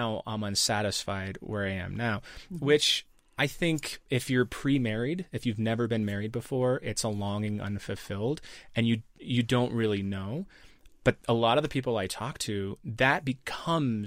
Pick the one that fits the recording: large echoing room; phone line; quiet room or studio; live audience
quiet room or studio